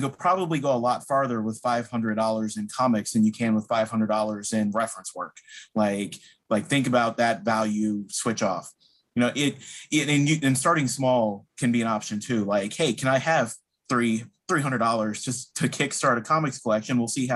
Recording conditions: video call